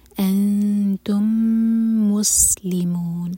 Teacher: آگے میم اور میم کا ادغام تو میم کو ہولڈ کریں گے